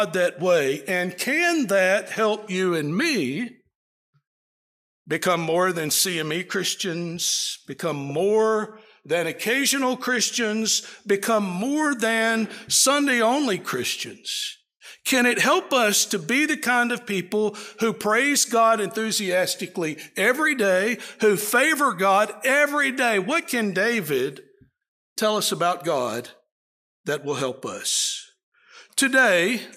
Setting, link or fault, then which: setting, large echoing room